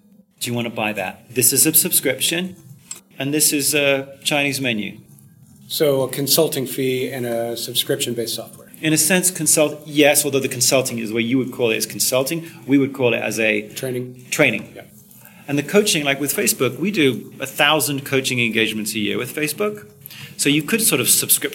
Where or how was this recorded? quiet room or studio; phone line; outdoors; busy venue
busy venue